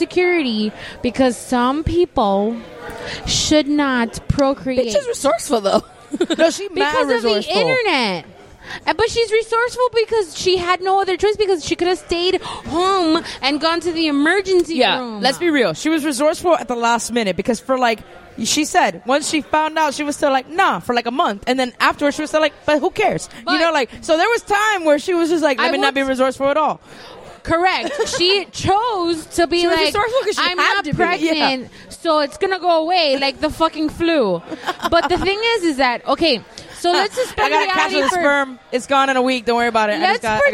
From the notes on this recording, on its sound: Record from Game Con, where we were celebrating International Table Top Games Day.